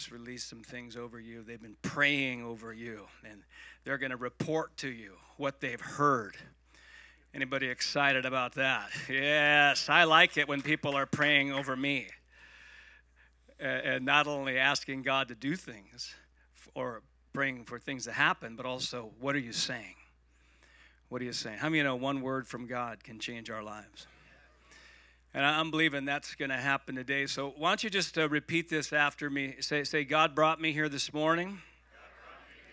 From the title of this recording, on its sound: Igniting Hope Conference (Sunday Service)